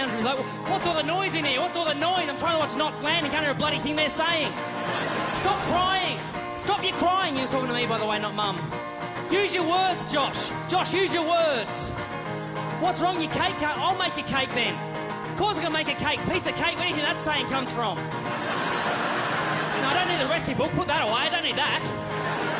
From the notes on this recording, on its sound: Live at the 2010 Melbourne International Comedy Festival Opening Night.